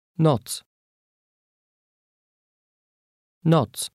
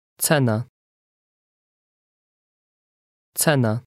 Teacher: The Polish letter that looks like a C has a TS sound as at the end of the word let's.